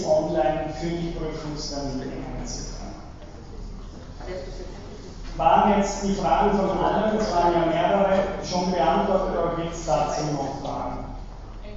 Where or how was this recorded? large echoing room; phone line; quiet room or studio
large echoing room